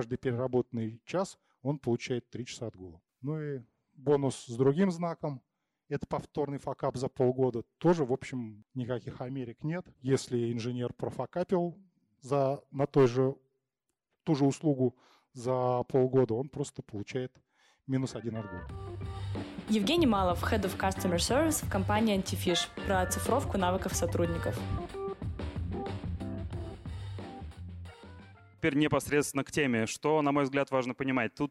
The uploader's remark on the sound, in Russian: С нашей конференции о клиентском сервисе ConfUse остались записи выступлений спикеров.